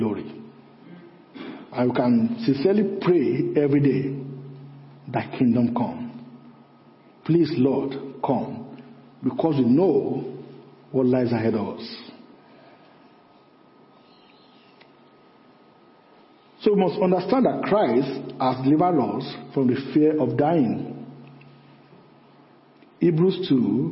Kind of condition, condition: setting, large echoing room